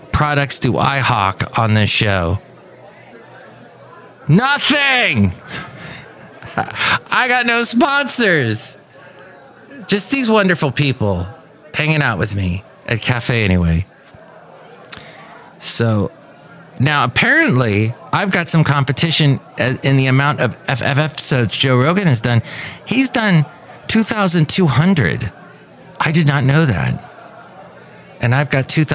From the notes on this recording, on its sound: Podcasts live from Café Anyway.